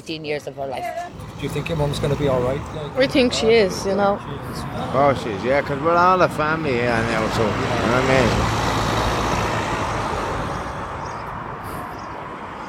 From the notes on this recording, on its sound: Addicts outside Trinity Court drug clinic in Dublin.